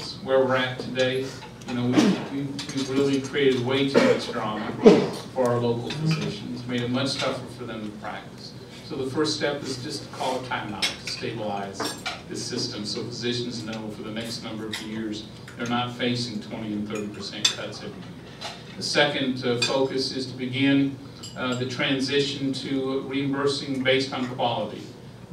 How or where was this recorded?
busy venue